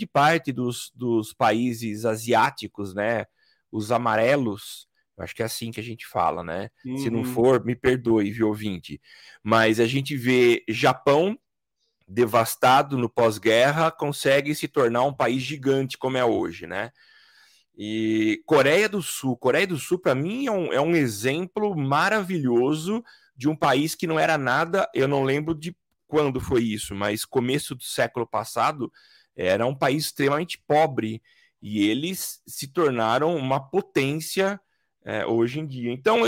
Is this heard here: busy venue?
no